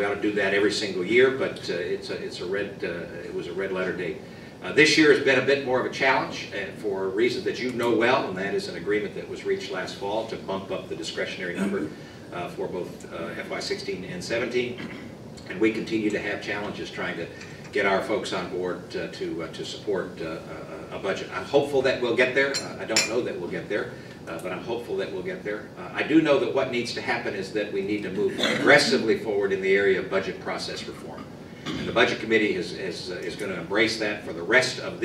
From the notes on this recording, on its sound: WASHINGTON, DC. Remarks to a breakfast meeting of The Ripon Society.